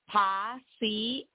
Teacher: The I-E and the I-A at the end of paciencia, that last word, are pronounced separately.